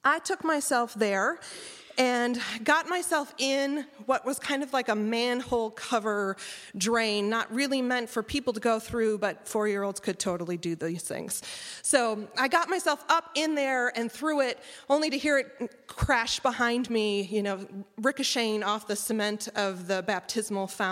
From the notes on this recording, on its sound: Listen to the live recording. Telling the audience of Storycatchers Live: Things that Go Bump in the Night.